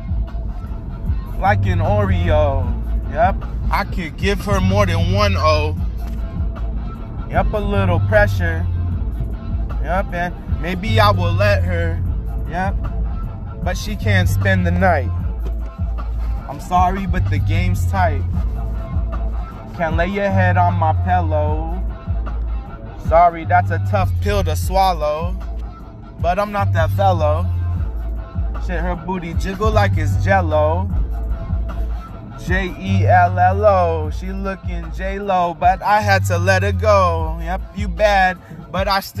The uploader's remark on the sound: Driving my auntie to program